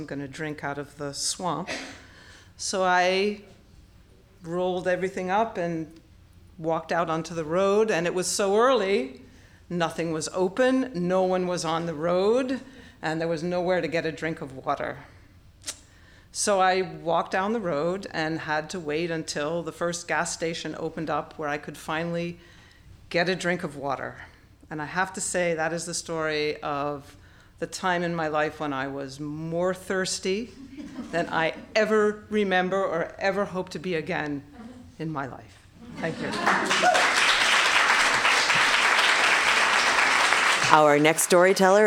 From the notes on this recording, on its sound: Recorded live at Wellfleet Public Library